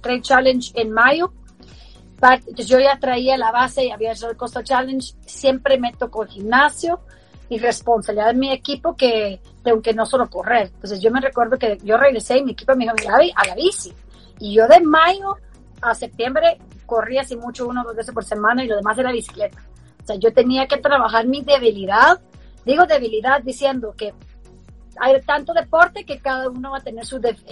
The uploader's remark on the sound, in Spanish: con quien conversamos en Instagram Live